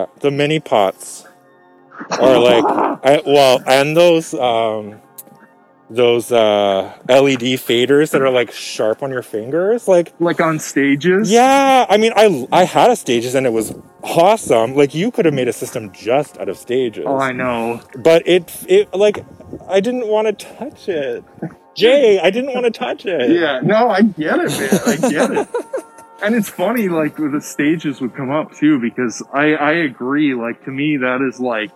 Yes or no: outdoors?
yes